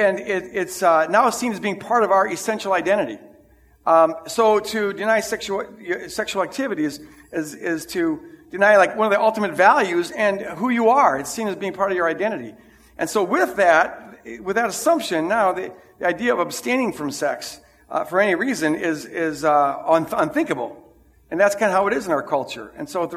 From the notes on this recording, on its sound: This is the recording of the 9:00 Sunday service.